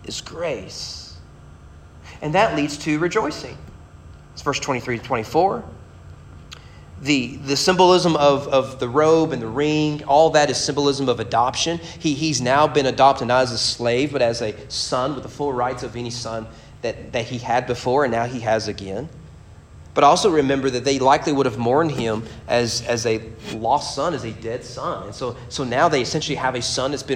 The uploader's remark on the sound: Sermon preached at Morehead State University Baptist Collegiate Ministry on February 8, 2022.